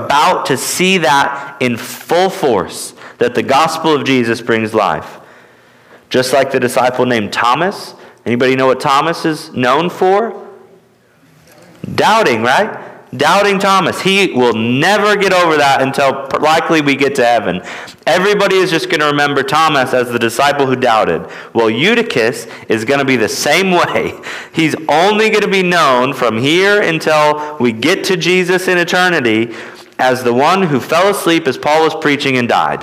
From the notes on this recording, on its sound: at Immanuel Baptist Church in Newton, KS